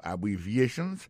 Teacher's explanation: Abbreviations, accent tonique la, tombe sou troisième syllabe la. Nan mot sa a, gen quatre syllabes.